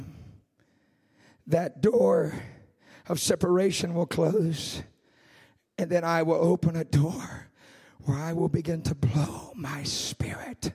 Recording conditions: large echoing room